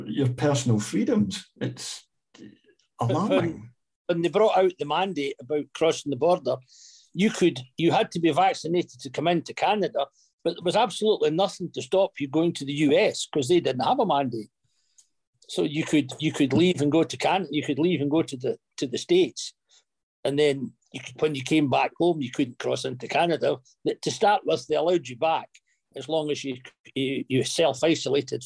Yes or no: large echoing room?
no